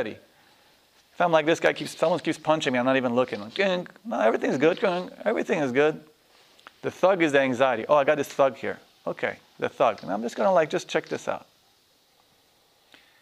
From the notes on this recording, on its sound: This workshop was recorded on August 7, 2010, at Omega in Rhinebeck, NY.